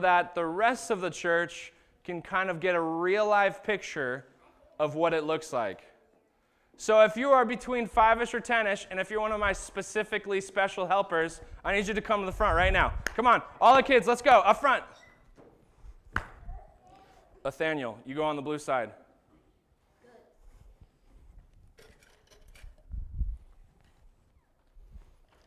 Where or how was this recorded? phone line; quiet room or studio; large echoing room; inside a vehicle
large echoing room